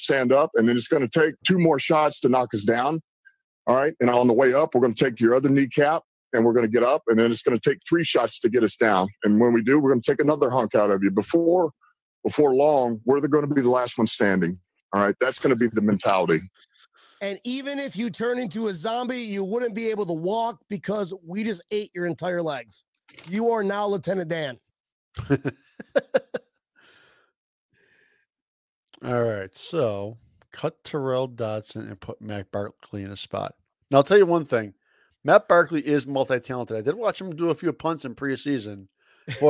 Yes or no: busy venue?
no